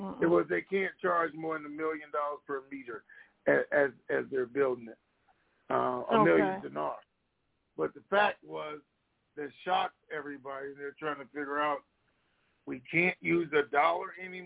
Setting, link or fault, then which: link, phone line